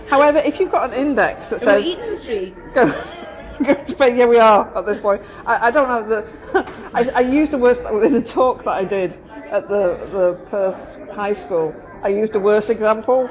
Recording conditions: background noise